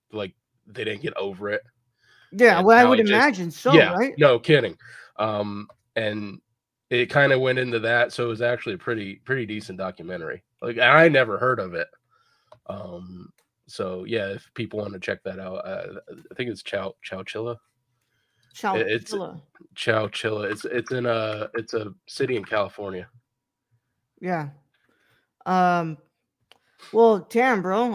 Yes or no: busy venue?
no